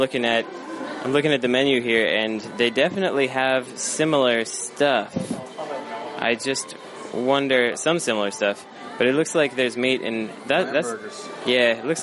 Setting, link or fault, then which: setting, outdoors